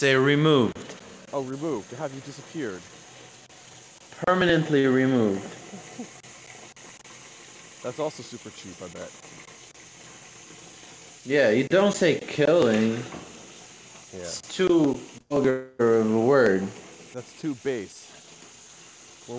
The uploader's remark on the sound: Today we go on a super cold walk